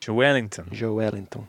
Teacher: the emphasis is on the L